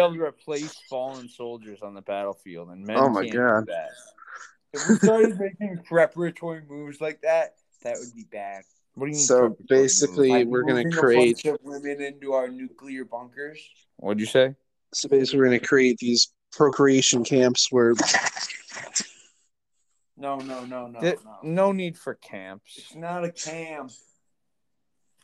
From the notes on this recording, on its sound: Blame the audio on the anchor app